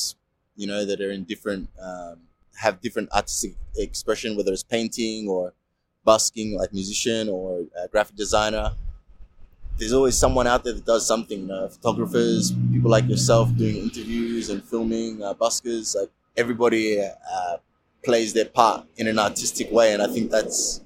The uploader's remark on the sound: Outside Southern Cross Station, Melbourne Central Business District.